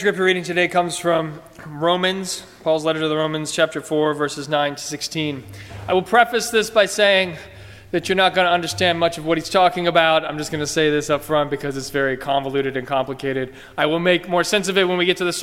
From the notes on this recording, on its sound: during the 9:30 AM service on Sunday October 22, 2017, at First Presbyterian Church of Arlington Heights, Illinois.